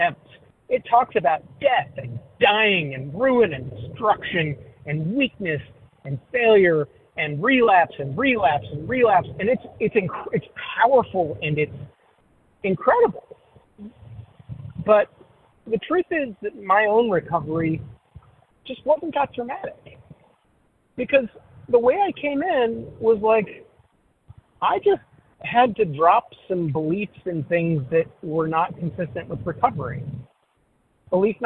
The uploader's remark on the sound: 100 Pounders Phone Meeting, 2/8/23